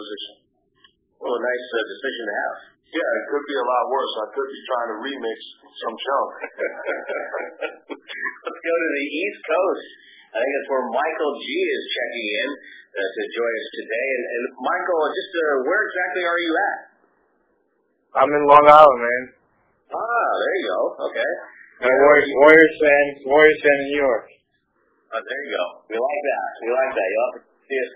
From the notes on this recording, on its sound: answered questions from season ticket holders during a conference call